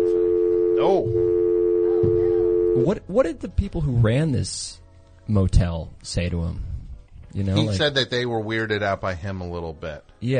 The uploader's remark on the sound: Recorded immediately after the November 3rd, 2015 program. Completely unscreened phone calls moving at a rapid fire pace!